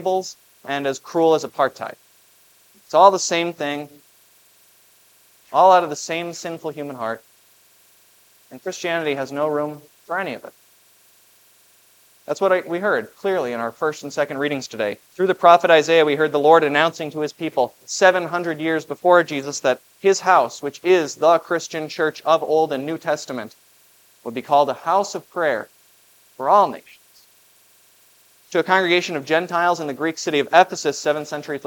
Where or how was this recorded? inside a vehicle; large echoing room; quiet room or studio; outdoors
large echoing room